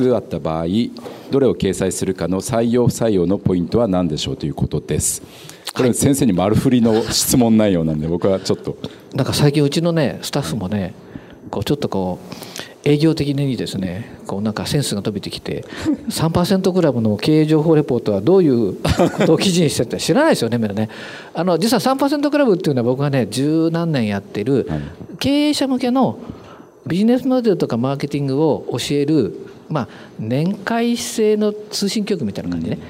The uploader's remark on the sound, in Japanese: 大阪公開収録